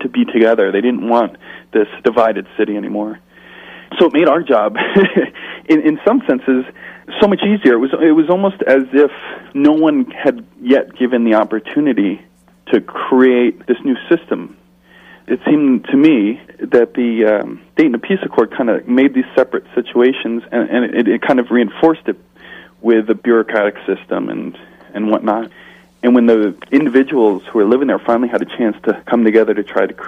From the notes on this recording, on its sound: In this second telephone interview.